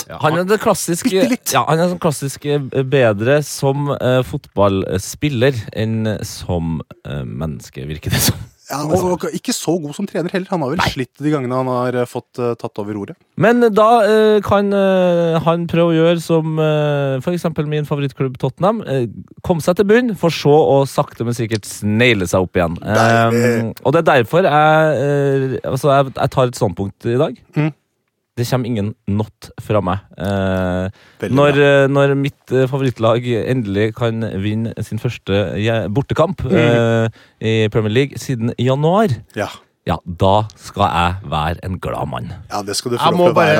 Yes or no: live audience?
no